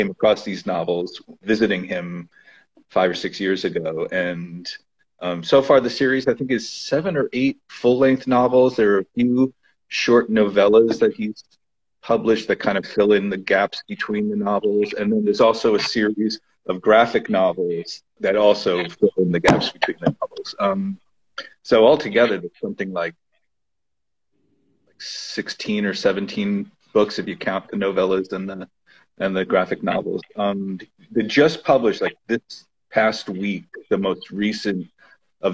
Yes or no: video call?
yes